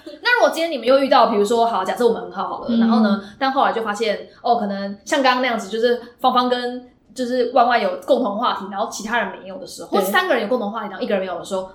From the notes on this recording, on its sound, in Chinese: 在80坪大四房錄音，空間感有夠重跪求大家見諒